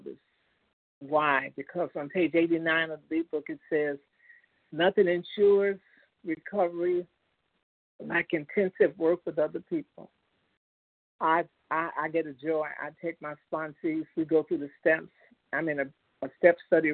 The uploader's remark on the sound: 100 Pounders Phone Meeting